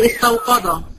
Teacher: استو لغاية كده كلمة مرققة، قا مفخمة، دا يبقى فيش غير القاف بس في الكلمة دي هي المفخمة، اراعي بقى هذا الأمر.